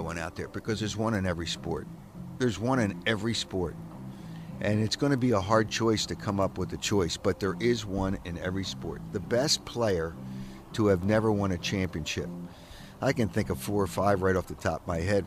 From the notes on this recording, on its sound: Live from Clearwater and Phillies Spring Training